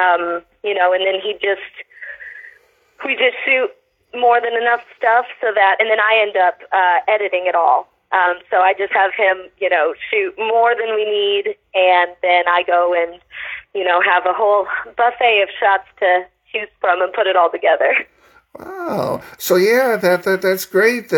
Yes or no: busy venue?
no